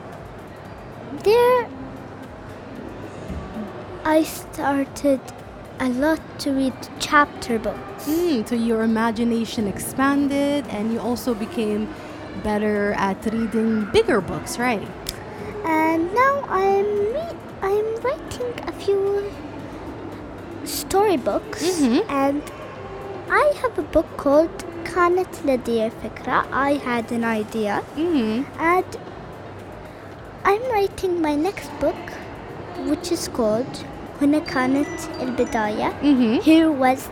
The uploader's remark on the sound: Live from SIBF 2022